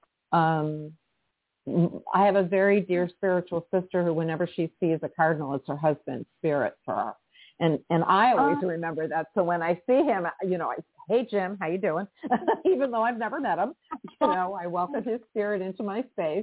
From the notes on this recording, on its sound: In response to callers' questions.